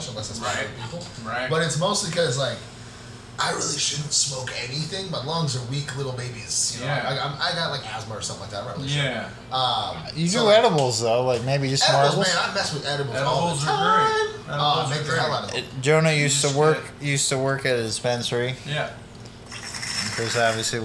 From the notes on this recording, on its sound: Sorry for the poor sound quality.